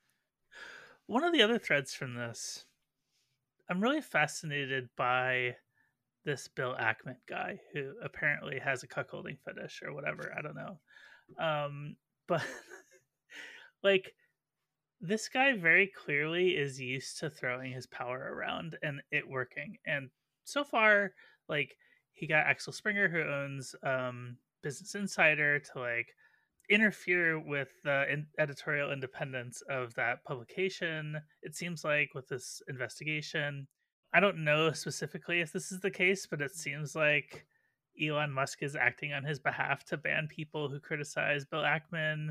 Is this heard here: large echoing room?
no